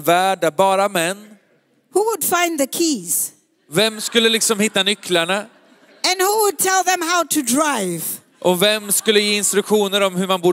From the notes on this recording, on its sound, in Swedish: Söndagsgudstjänst ｜ IBC Conference ｜ Citykyrkan Stockholm